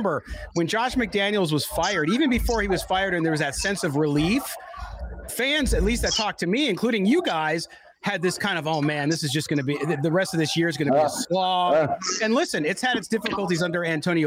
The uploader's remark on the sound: Live from Allegiant Stadium in Las Vegas.